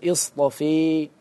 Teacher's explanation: مثلا عندنا اصطفى، الألف في اصطفى منقلبة عن ياء، الأصل اصطفى ياء، إذا أردنا الإعلام والدلالة على أن الألف في اصطفى منقلبة عن ياء ماذا نفعل؟ ننحو نحو الياء فنقول اصطفي، فقولنا اصطفي دلالة على أن الألف في اصطفى منقلبة عن ياء، هذا المقصود. · Term: الإمالة